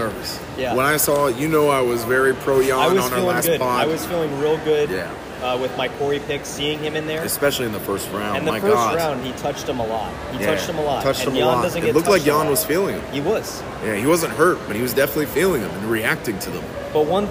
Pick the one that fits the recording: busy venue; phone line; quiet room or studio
busy venue